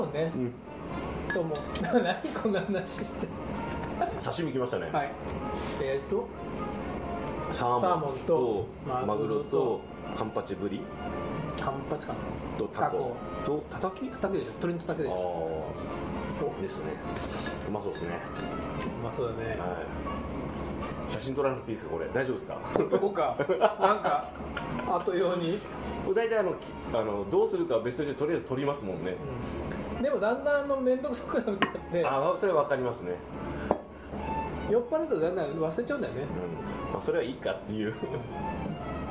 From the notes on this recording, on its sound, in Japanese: ご近所の居酒屋「癒」でのゲリラ収録２周目です。